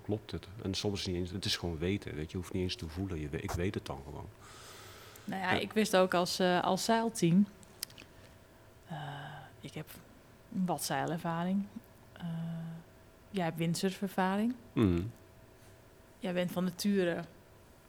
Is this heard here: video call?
no